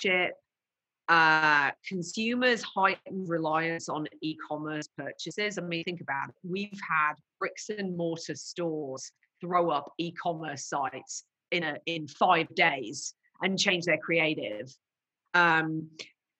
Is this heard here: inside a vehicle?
no